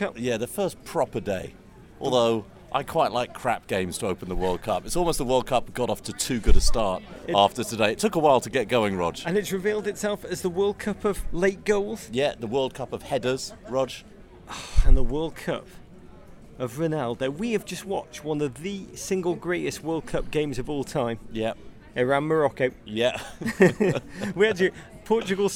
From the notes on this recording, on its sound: Live in the Minneapolis Airport. Emergency live pod from Minneapolis Airport.